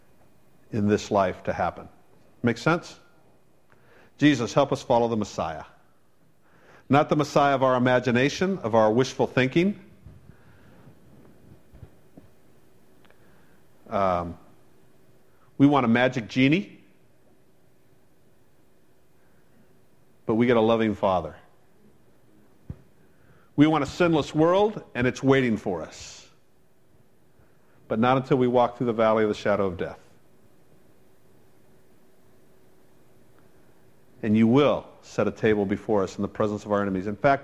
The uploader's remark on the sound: Originally preached on June 14 2015 at The Firehouse Church